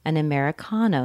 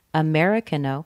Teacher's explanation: Order an Americano with the stress on the con. · Shown in: first take